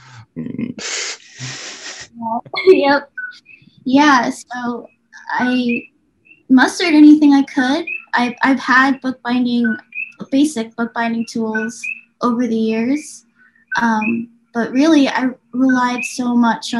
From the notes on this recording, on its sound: We arrange our Zoom call for Friday